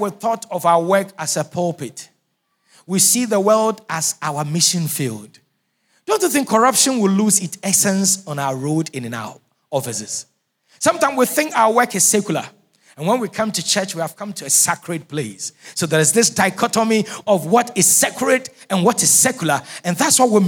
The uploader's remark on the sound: Sermon preached at CBC Shiashie Campus